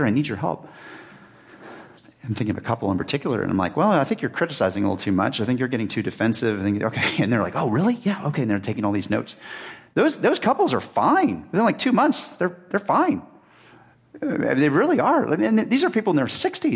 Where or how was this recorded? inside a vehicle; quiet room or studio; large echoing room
large echoing room